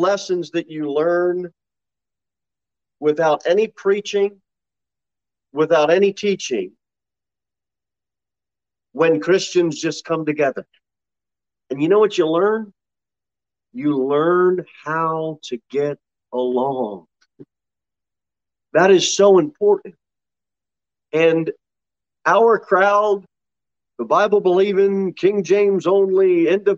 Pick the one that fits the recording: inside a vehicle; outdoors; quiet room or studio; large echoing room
large echoing room